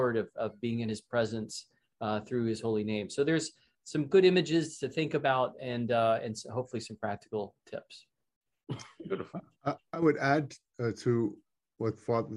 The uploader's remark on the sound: This is a recording of the ninth webinar in the Becoming Byzantine series